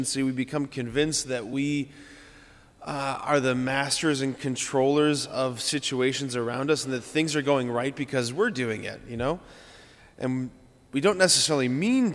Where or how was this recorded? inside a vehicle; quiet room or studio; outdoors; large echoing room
large echoing room